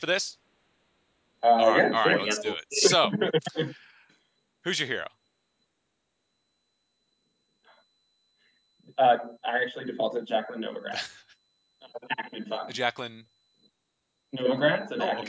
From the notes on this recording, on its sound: Recording quality = a little down because of connectivity issues